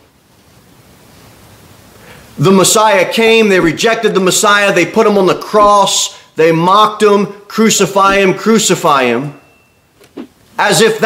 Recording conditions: large echoing room